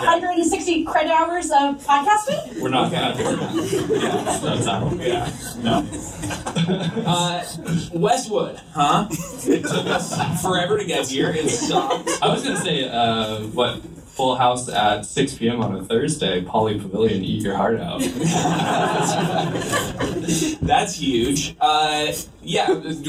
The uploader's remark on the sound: BIG QUESTIONS: LIVE AT UCLA. LA Podcast does its first live show at UCLA's Lewis Center! The audio is not great! The audience brings the heat with some Big Questions!